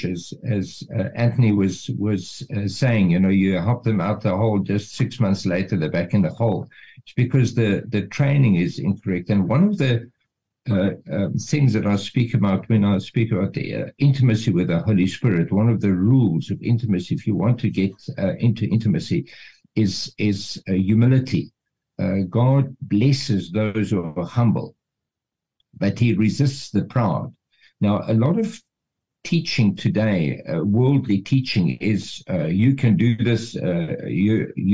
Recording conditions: video call